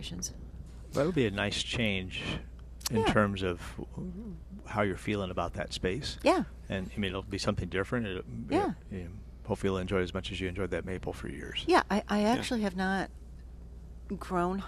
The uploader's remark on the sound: Plant Experts Live at Prairie Gardens. Live from Prairie Gardens every Saturday as they answer all your lawn and garden questions.